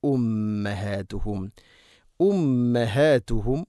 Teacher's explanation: ഉമ്മഹാതുഹും മീമിന് ശബ്ദ് ഗുന്ന ചെയ്ത് ഉച്ചരിക്കണം